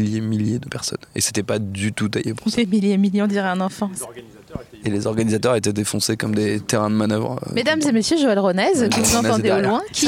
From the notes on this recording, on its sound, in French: enregistré le 18 décembre 2020 dans le jardin du patron